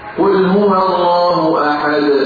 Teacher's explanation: القلقلة يا أحباب تميل للفتح